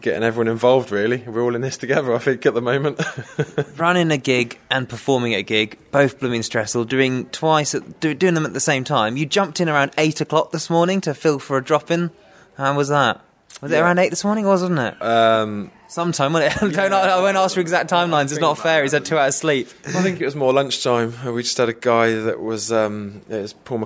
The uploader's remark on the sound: This episode was recorded at Rock the Attic in Banbury during The Longest Running Comedy Show World Record Event.